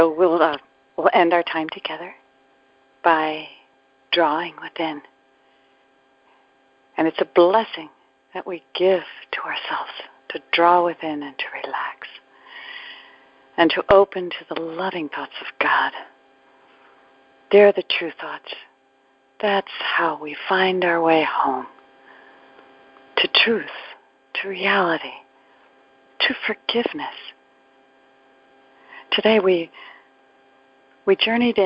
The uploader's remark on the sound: ACIM Daily TEXT Conference Call